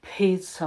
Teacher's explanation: побольше звуку p, аспирации дайте